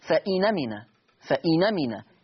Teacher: عندنا النقل في هذه الآية لفظة فإن أمنة، فإن أمنة، لاحظوا معي أدي النون ساكنة هكذا كما هو موضح أمامكم، النون ساكنة ثم الهمزة مفتوحة، من باب التخفيف والتيسير تحذف الهمزة ثم تنقل حركة الهمزة وهي الفتح إلى النون فتصير فإنمنا، فإنمنا، يعني بمنتهى البساطة واليسر النون هتبقى مفتوحة، ما الهمزة كانت مفتوحة فلما شلنا الهمزة وخدنا الفتح حطنا على النون فتصير النون مفتوحة فإنمنا.